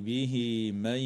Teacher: وتوصل هاء الضمير في قول الله تعالى به من بياء تمد بمقدار حركتين من قبيل مد الصلة الصغرى، وتدغم النون الساكنة في الياء مع